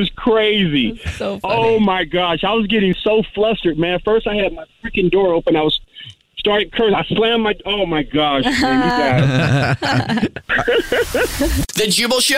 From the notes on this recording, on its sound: phone prank style